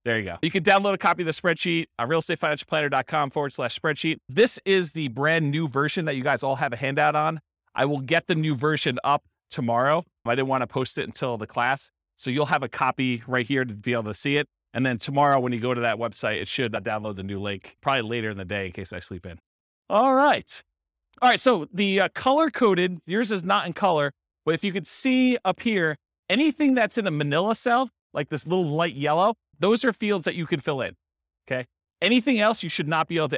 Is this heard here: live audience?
yes